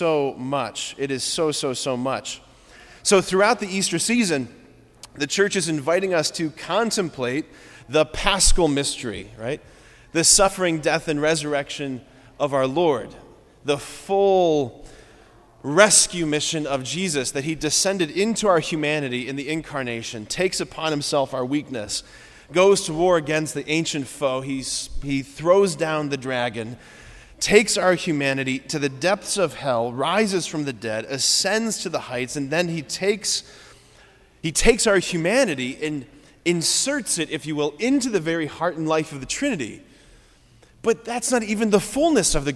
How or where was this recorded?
large echoing room